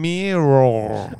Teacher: The tongue goes up. The sides of the tongue are touching the insides of the upper teeth. And the lips round. Then you relax into a schwa sound.